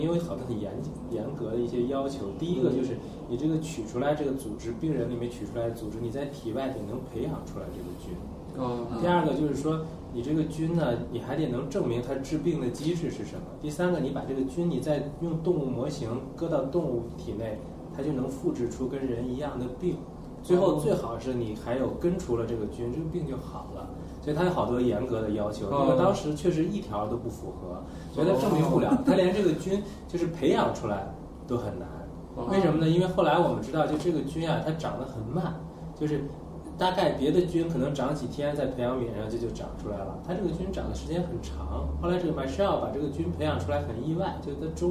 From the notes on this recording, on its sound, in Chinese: 本期节目为在张大妈办公区用录音笔录制，可能有街道上的杂音，请见谅。